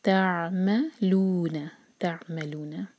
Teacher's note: عین کو جلدی سے نہیں پڑھنا ورنہ عین پر جھٹکا آ جاتا ہے یا پھر حمزہ کا ساؤنڈ آتا ہے، دونوں غلط ہیں، عین پر ٹائم دیں.